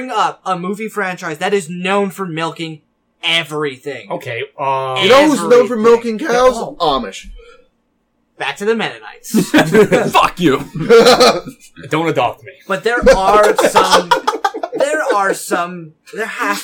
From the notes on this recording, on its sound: we had issues with the audio in today's episode